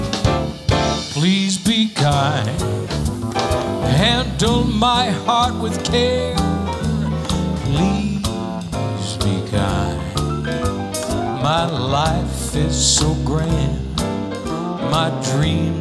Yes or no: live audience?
yes